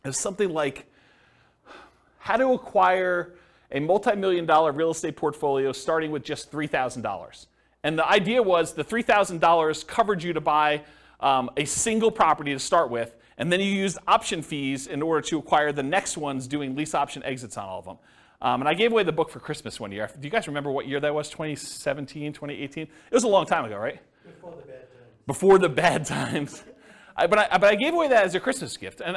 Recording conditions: live audience